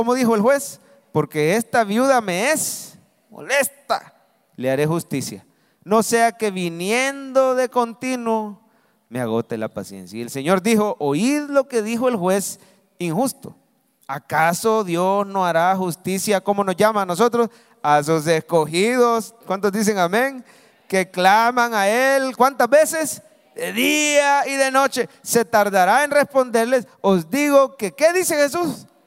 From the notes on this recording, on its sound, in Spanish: Mensaje predicado en vivo desde el Centro Familiar de Adoración, Domingo 9 de Abril 2023.